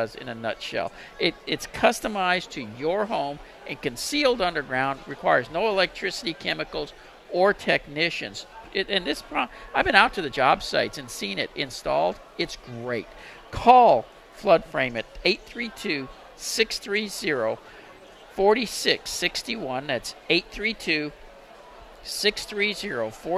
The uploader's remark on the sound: Home Improvement show live from the Fort Worth stock show!